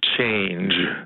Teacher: den sidste lyd der, den er jo stemt på ordentlig engelsk. Det er jo ikke på dansk.